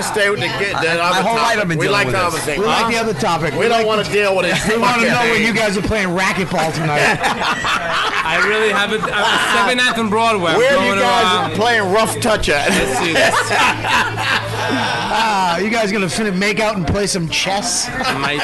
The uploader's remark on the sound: live broadcast from the Comedy Cellar